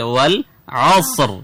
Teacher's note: আইনটা হলকের মাঝখান থেকে মানে গলার মাঝখান থেকে উচ্চারণ করতে হবে